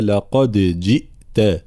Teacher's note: قلقلت الدال، لا ندغم الدال في الجيم، لا نقول لقد جئت، لا لقد ثم بيان كسر الجيم، جئت هكذا.